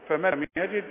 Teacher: نون بعدها لام نون بعدها راء الغيها. او العلماء بيسموها ادغام كامل بدون غنة